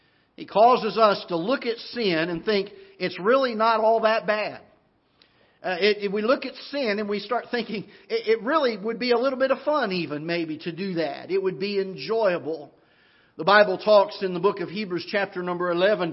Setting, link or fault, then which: setting, large echoing room